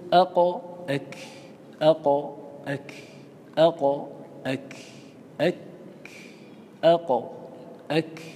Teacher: تجد أن بين القاف والكاف بعدا يسيرا